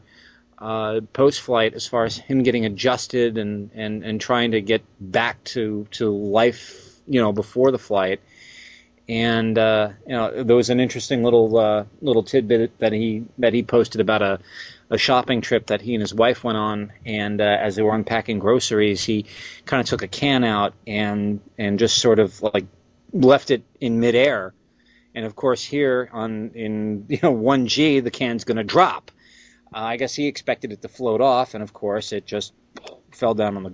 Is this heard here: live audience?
no